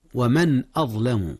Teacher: أظهر النون في من قبل الهمزة كذلك · Term: إظهار